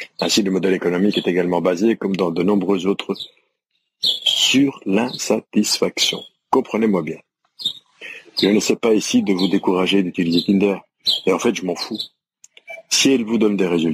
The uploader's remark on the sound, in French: épisode enregistré à l'extérieur